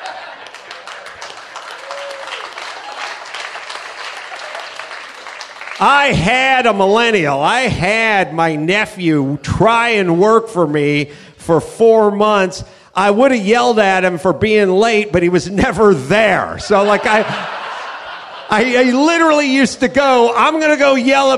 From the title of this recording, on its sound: Live from the Houston Improv